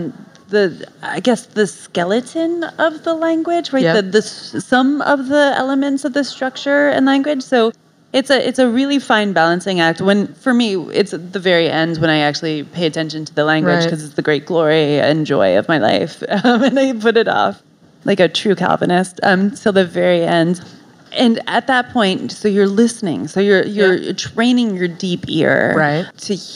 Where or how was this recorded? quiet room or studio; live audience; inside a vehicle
live audience